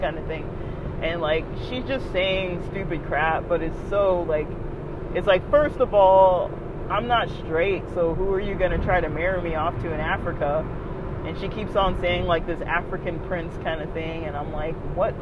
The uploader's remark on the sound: this was recorded while driving hence background noise